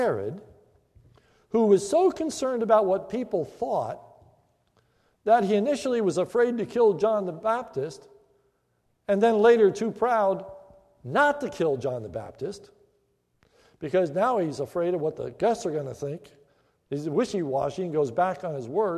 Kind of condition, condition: setting, large echoing room